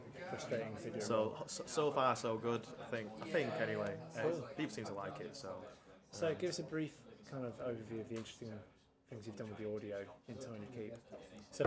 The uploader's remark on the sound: At EGX Rezzed in Birmingham